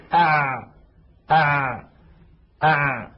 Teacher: نلاحظ أن حرف العين لم ينبتر الصوت عند النطق به كانبتار الباء والقاف، لم ينقطع، ولكنه لم يجري جريان الشين وجريان الثاء